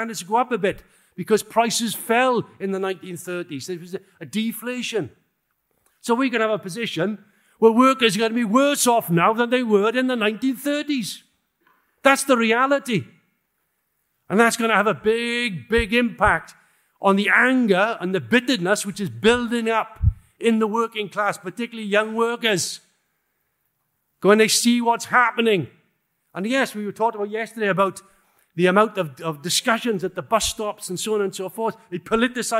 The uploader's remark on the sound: In this talk given at the recent Revolution Festival